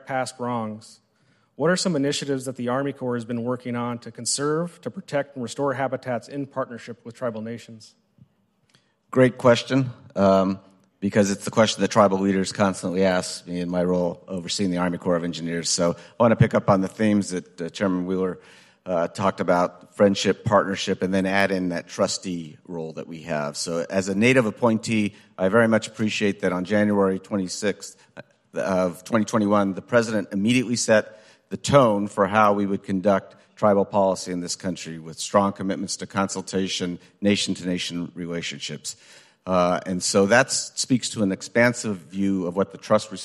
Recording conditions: busy venue